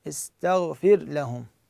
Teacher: استغفر لهم هنا ألفظ، الراء تلفظ واللام تلفظ اثنيناتهن · Term: ماكو إدغام